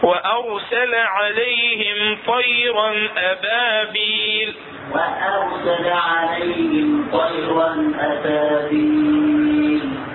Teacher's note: لا اريد من عندك الراء مفخمة. الهمزة شنو؟ مرققة والراء مفخمة